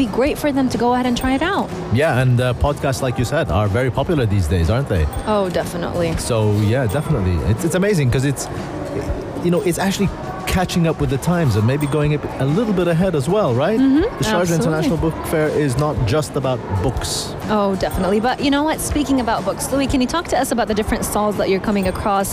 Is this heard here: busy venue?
yes